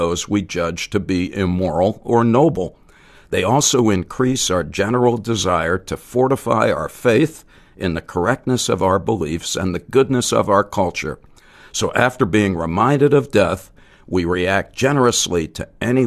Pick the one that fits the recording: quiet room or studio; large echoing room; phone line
quiet room or studio